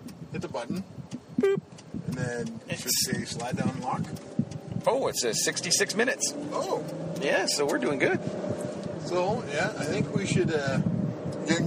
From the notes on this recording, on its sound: Take the show on the road and go see Guardians of the Galaxy at a super awesome theater then record their thoughts on the flick on the drive back home.